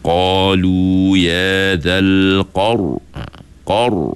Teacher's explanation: Selain daripada kita betulkan makhraj dia hujung lidah, kita juga kena angkat pangkal lidah. Jadi sini kena baca qalu ya dzal qar. · Term: ra tebal